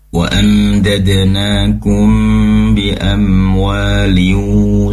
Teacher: mim sukun bertemu dengan ba ikhfa, ikhfa syafawi, dipanjangkan sedikit mendengungnya. Wa amdadnakum bi amwaliu, sama bi amwaliu, begitu mendengung langsung masuk ke waw bi amwaliu, langsung dari awal mendengung sampai terucap huruf waw sudah berada pada posisi melafalkan waw.